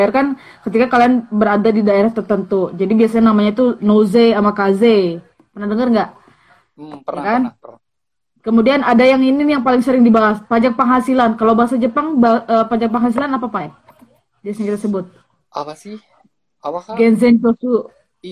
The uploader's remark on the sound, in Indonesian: Edisi copy paste dari live instagram